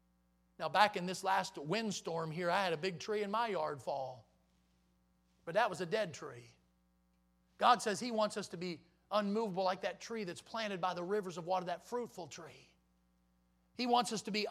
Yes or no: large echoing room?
yes